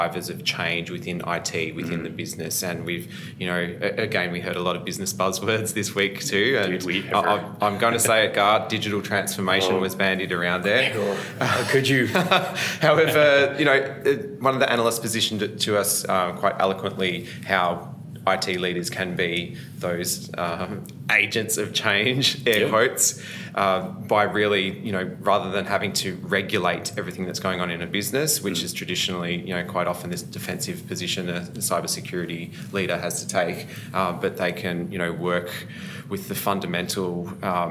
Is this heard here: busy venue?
yes